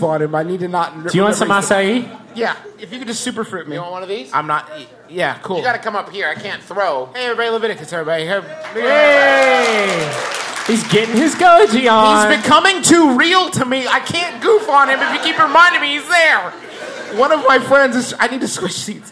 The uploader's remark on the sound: It's the second part of our recent live show double header in Austin, Texas.